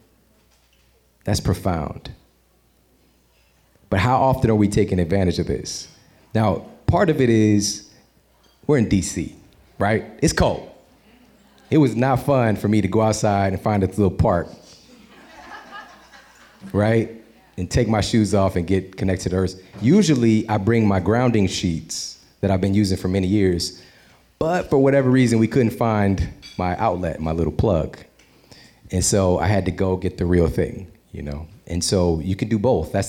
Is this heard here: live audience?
yes